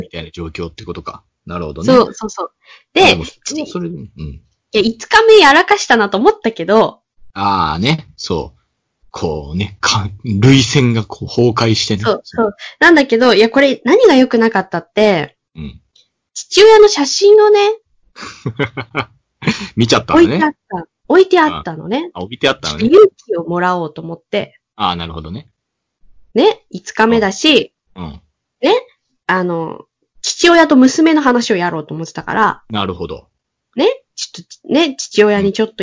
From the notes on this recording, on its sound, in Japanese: Skype録音にて収録